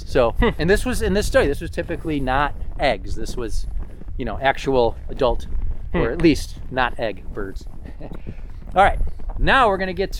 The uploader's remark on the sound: The episode was recorded on December 7, 2023 at Hunters Creek County Park in East Aurora, NY.